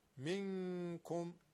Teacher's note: اخفاء نون ساکن در نزد کاف